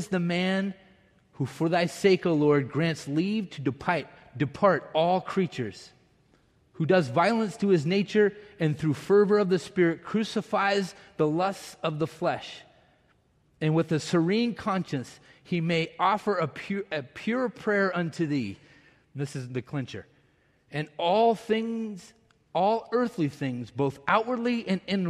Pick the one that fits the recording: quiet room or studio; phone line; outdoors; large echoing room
large echoing room